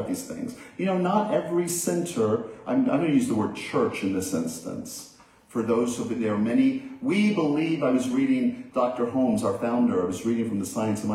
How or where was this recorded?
large echoing room